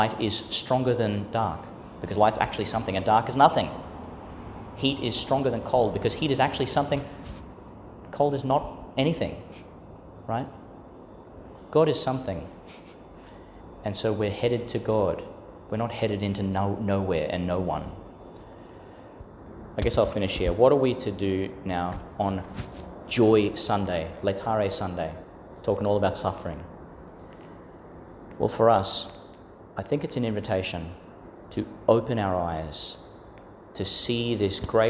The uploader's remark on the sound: Homily for Laetar Sunday, the Fourth Sunday (of Year A) in Lent, 2022, delivered in St Agnes Church, Agnes Waters, Qld.